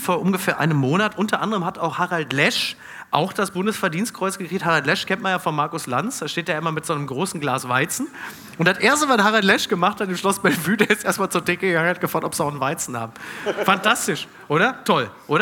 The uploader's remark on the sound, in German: Live aus Hannover.